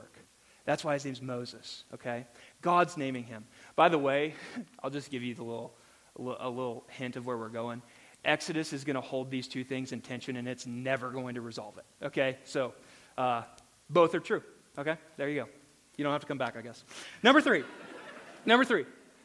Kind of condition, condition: setting, live audience